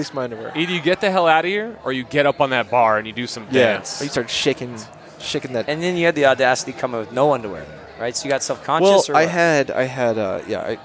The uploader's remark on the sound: Live from Lucky Baldwin’s Pub